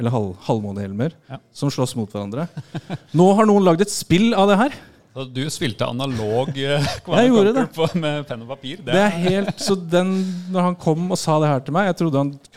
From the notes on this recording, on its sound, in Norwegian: Dette er det et lydopptak fra liveshowet.